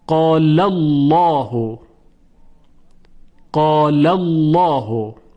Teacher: لام تفخیم میشه و با صدای درشت تلفظ میشه. خب البته تحت شرایطی، شرایط اون این هست که قبل از لام لفظ الله فتحه یا ضمه باشد.